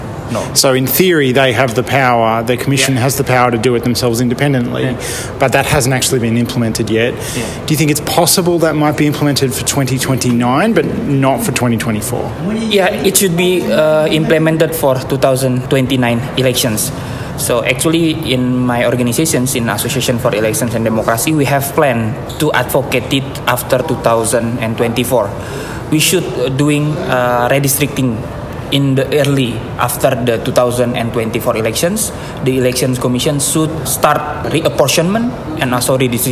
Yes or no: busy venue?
yes